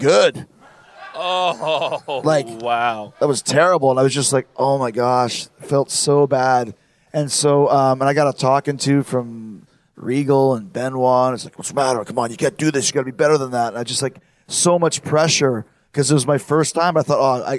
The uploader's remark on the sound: Live On The Jericho Cruise. It’s a special treat delivered straight from the 2020 Jericho Cruise – a fan Q&A for Christmas!